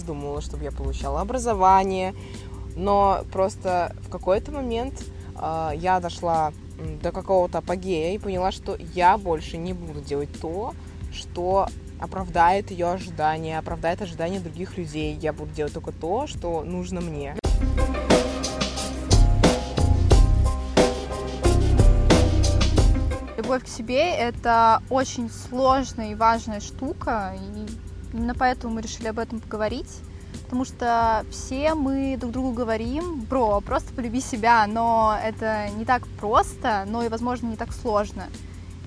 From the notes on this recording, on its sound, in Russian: чтобы его записать, мы уехали подальше от городской суеты к озеру